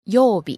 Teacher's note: So it starts high and goes low on the second syllable and stays low. 曜日. It's not 曜日.